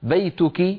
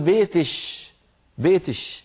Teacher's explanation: في شيء اسمه عند العرب في زمن النبوة اسمه الكشكشة، وعند قبائل أخرى اسمها الكسكسة، يعني كاف المخاطبة المؤنثة يقلبونها شينا · Shown in: second take